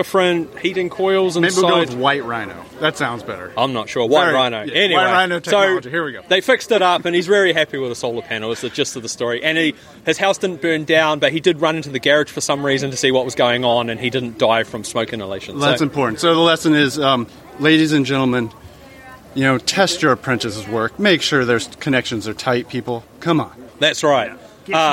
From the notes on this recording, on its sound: While looking around the 2019 Fieldays. Fieldays 2019.